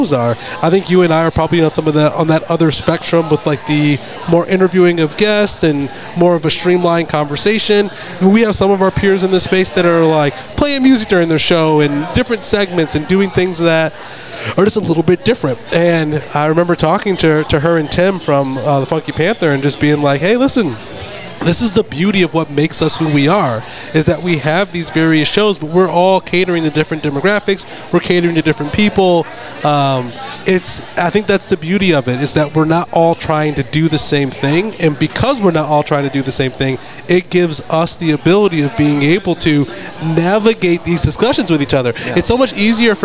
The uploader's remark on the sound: Recording from the first Fort Worth Roots Podcast Mixer at Pouring Glory. Thank you all for coming out and recording with us!!!!!!!